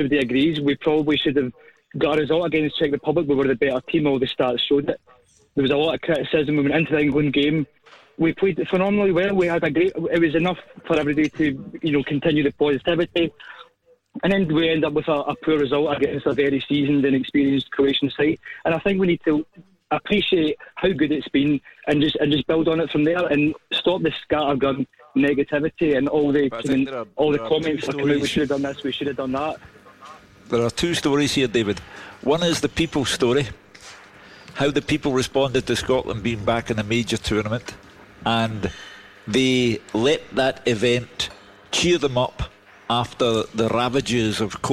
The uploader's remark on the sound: live from Scotland HQ at Drygate Brewery